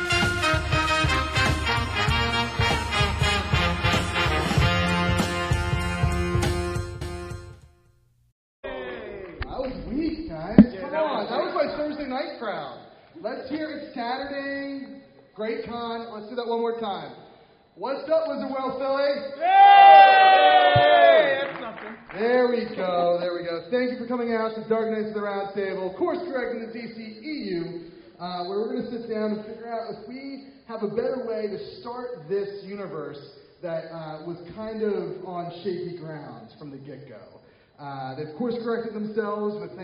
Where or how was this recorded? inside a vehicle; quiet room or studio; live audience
live audience